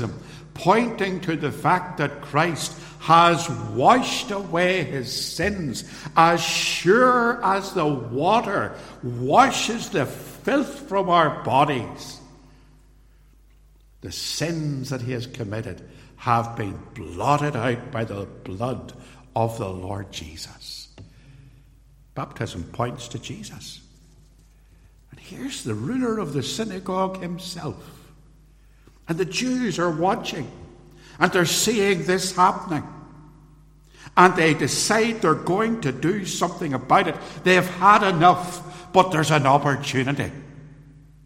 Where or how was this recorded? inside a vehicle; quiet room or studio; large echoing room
large echoing room